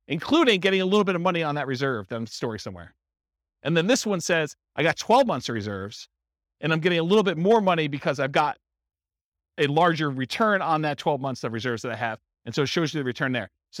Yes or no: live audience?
yes